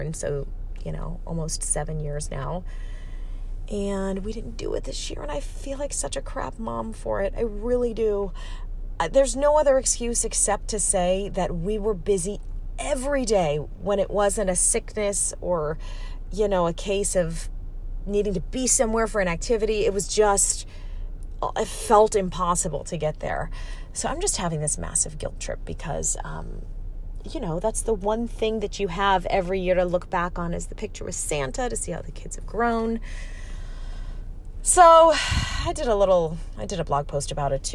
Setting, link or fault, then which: setting, inside a vehicle